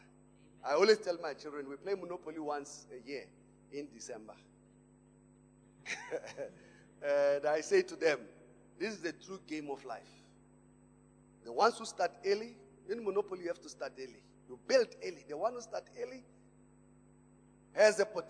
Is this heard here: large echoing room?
yes